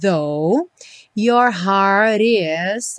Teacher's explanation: a gente tem o T do heart, juntando com o is, tendo aquela modificação do som rarara